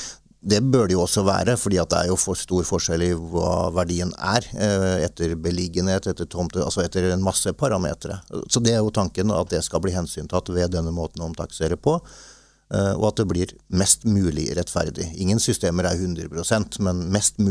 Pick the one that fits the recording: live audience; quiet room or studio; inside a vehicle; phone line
quiet room or studio